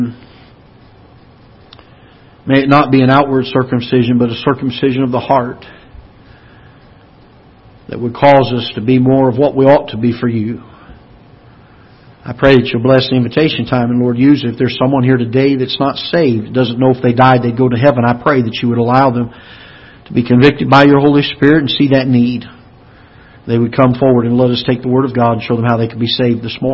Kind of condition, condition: setting, large echoing room